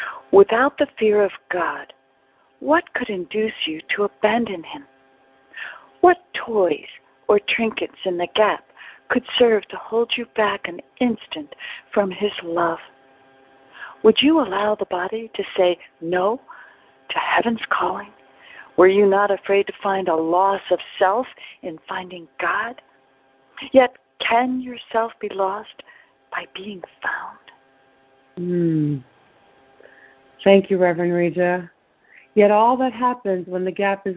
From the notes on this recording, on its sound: ACIM Daily TEXT Conference Call.